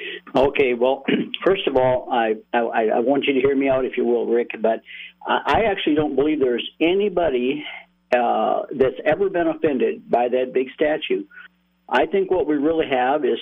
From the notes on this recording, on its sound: Callers sound off